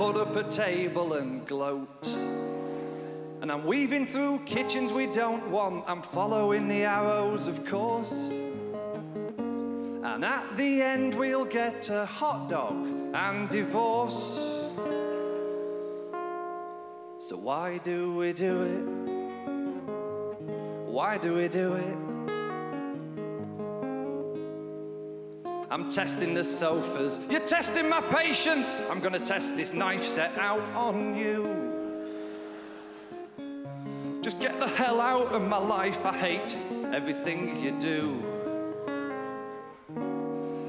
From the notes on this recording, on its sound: brings his delightful comedy to the 2010 Just for Laughs Festival in Montreal